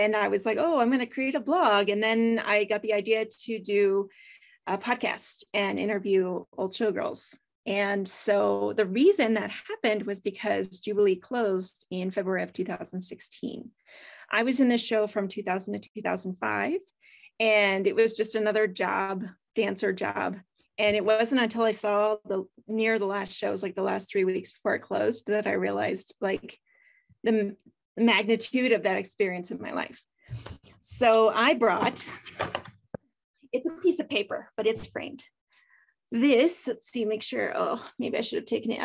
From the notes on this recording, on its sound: This short story was clipped from my live virtual Show & Tale.